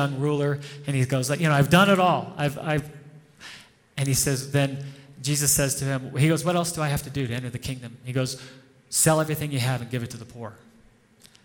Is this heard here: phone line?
no